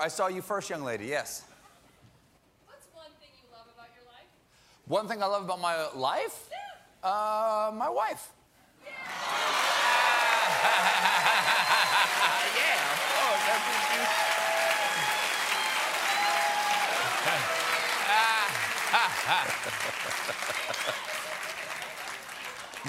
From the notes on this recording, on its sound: takes questions from the audience.